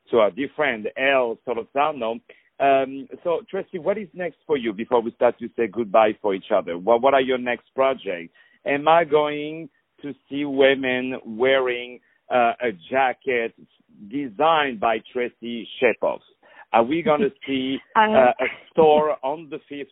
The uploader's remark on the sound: On the phone